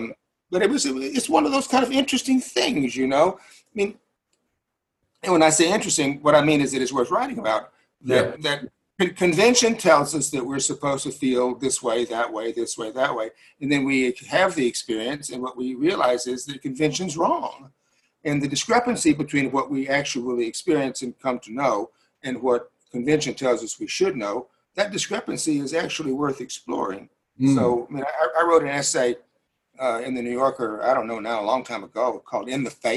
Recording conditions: video call